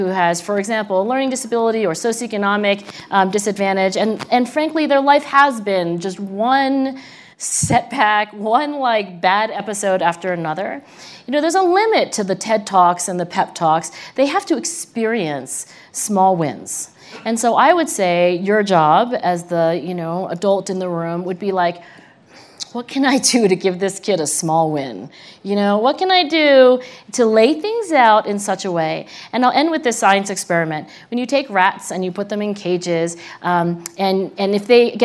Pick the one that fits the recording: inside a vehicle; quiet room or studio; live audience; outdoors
live audience